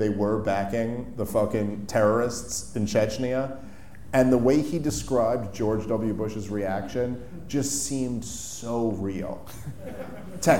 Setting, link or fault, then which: setting, live audience